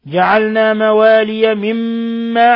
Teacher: حرف غنة مشدد يغن مقدار حركتين